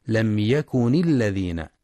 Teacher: ينتبه القارئ لإظهار الميم الساكنة في لم يكن ولكسر النون في يكن وصلا، وذلك لالتقاء الساكنين لم يكن الذين، كما يراعى الإظهار الحلقي